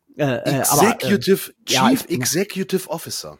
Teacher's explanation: Chief Executive Officer. Zweizilbig betont auf Exec und eben Gs und nicht X